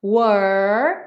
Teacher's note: Were, para no R primeiro, were, mas lembra que é o R da porta com a perna esquerda, tá? O R da língua enrolada. Were, e depois encaixa o L lá no céu da boca, lá, lá, lá, lá, lá.